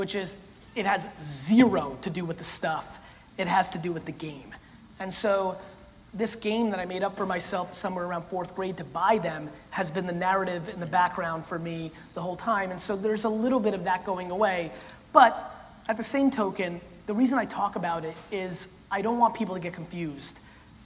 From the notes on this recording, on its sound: For this episode we go back to the Relentless Keynote I did in Los Angeles in 2017.